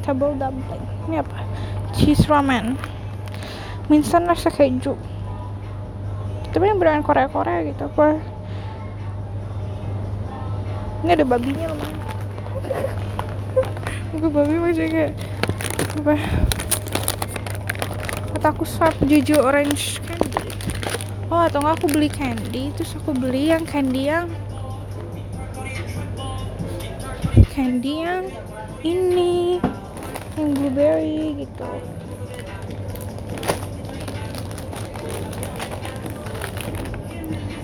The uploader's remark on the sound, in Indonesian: Ke supermarket korea di jakarta. Record diem-diem saat pergi ke Mo Gung Hwa.